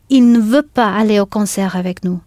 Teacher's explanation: Very often, in spoken French, the il and the ne are pronounced really close together, il, which means you can barely hear the ne.